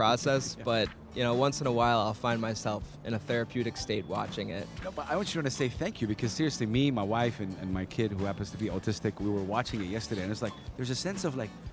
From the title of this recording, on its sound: Live from SIBF 2023